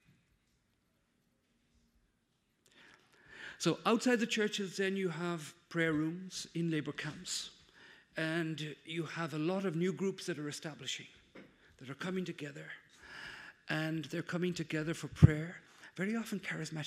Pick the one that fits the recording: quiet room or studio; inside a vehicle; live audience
live audience